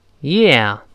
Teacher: 最后要把嘴咧开发到啊这个声音